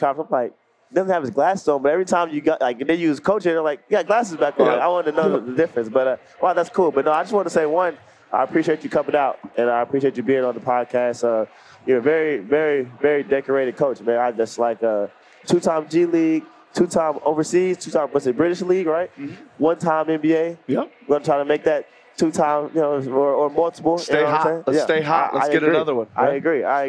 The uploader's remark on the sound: LIVE from NBACon at Summer League